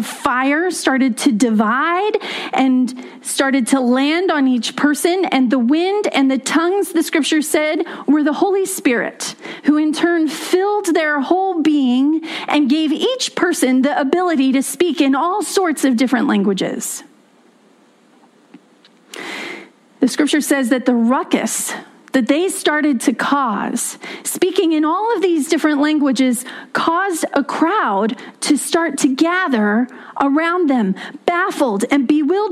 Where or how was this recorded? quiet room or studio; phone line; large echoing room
large echoing room